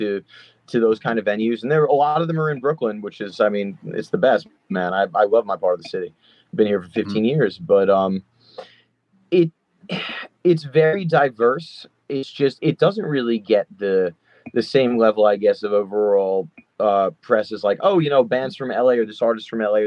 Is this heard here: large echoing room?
no